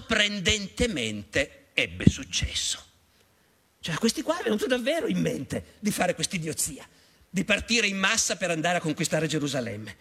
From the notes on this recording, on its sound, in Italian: Teatro Carignano. Tratto dall'evento organizzato dal Festival Internazionale dell'Economia.